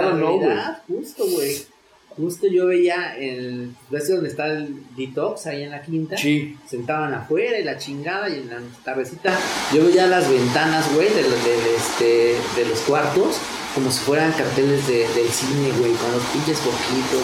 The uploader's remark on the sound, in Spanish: Una disculpa por el audio de esta entrevista, la lluvia se puso fuerte.